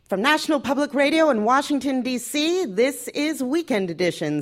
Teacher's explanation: In terms of finding my voice, when I started, I was at NPR, and there was a very standard kind of NPR cadence, and I used to do it simply by lifting the soft palate